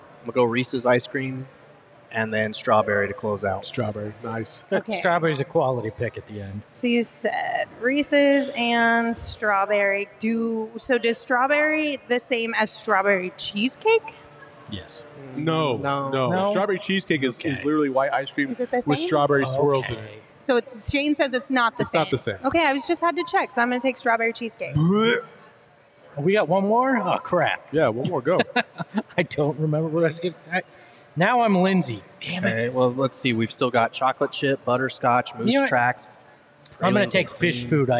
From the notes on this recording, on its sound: all LIVE at FOUR PEAKS in Tempe